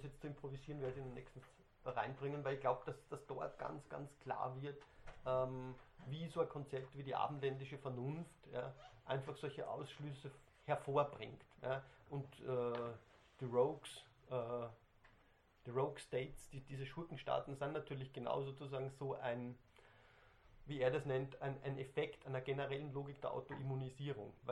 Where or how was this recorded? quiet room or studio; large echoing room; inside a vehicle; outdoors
large echoing room